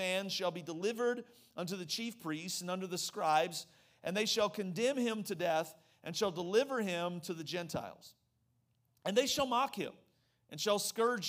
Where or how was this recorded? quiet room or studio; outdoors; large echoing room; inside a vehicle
large echoing room